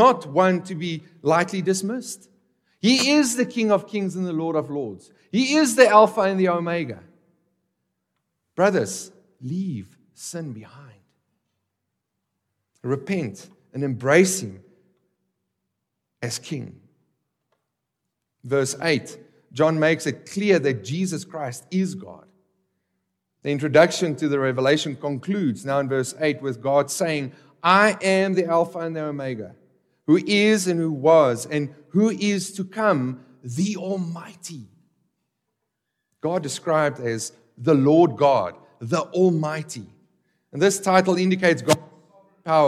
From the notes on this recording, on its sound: This exposition was recorded at the Johannesburg, South Africa 2023 Workshop.